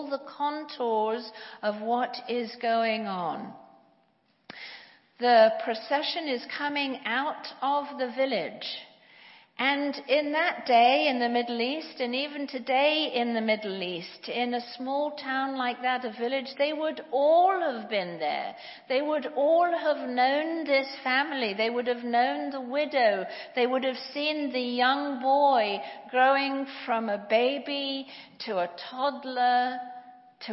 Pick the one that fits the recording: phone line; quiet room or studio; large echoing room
large echoing room